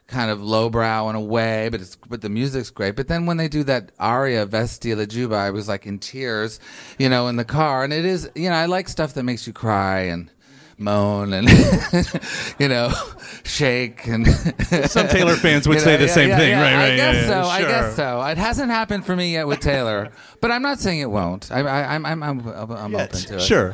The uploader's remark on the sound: The interview was recorded at the Hell or Highwater bar in Louisville, KY